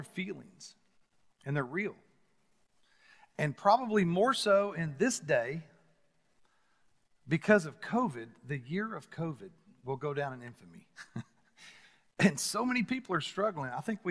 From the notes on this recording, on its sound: Recorded live at The Fellowship at Mt Juliet